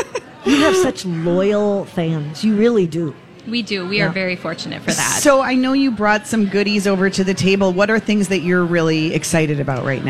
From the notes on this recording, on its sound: Live at the General Store of Minnetonka